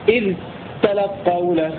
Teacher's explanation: بدون إدغام الذال في التاء يعني الذال مظهرة والتاء مشددة